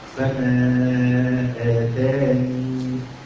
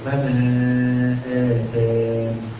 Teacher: إثبات بياء أو حذفها مع سكون النون